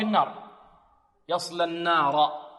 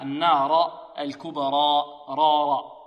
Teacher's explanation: الراء في الكبرى مفخمة، كذلك الراء في النار